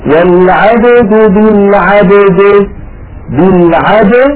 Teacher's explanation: فلا بد للقارئ من قلقلة الباء ثم قلقلة الدال، ولا يقول والعبد بالعبد بعد الإخوة هكذا بالعبد أو يهين كسر سكون الباء إلى الكسر.